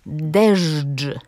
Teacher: Mówię to nienaturalnie, bo chcę, żeby państwo usłyszeli, że tam były spółgłoski dźwięczne ż i dż